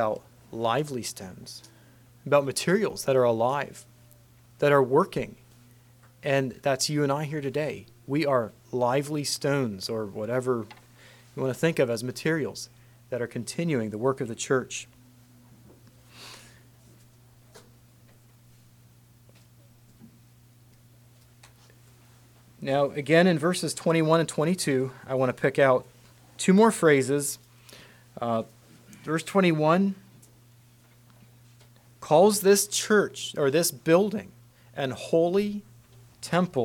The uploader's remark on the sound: Message preached at Word of Hope on November 26, 2023